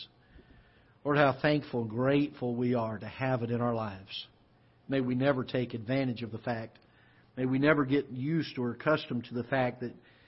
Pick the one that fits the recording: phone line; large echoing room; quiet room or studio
large echoing room